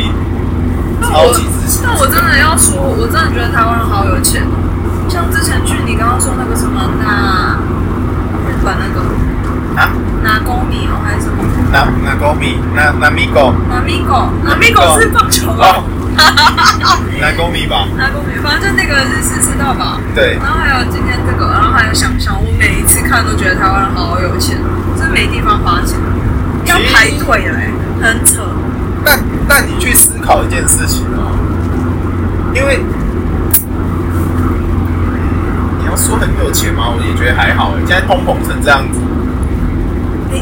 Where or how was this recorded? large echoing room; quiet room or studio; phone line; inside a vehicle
inside a vehicle